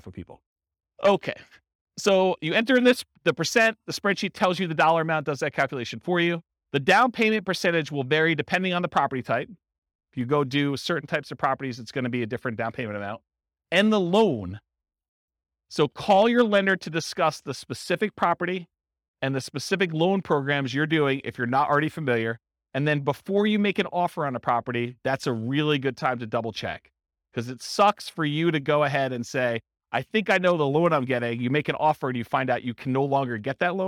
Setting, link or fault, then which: setting, live audience